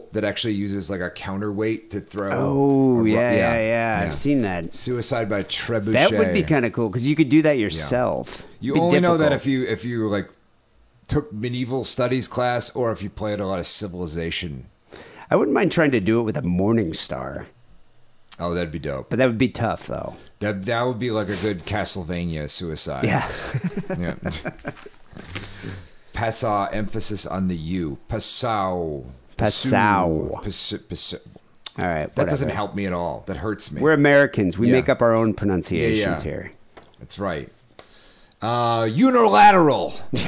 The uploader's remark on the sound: Phone calls.